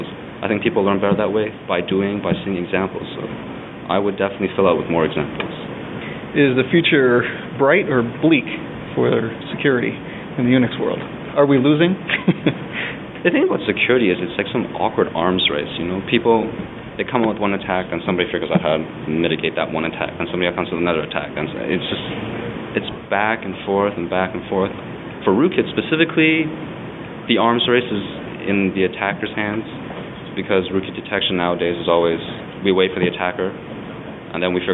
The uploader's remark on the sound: The interview was recorded at BSDCan in Ottawa.